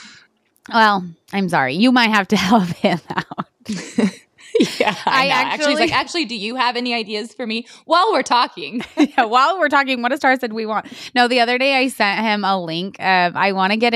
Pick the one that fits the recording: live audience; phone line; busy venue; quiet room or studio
quiet room or studio